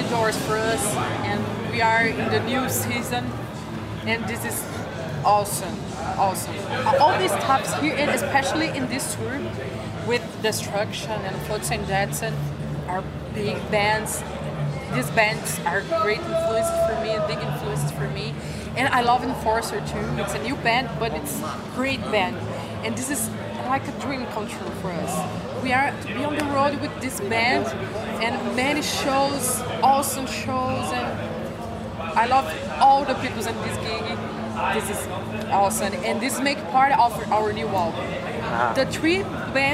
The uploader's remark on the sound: The Metal Gods Meltdown catches up at Audio Glasgow